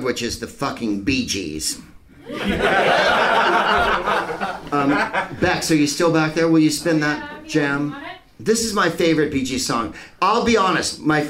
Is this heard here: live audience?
yes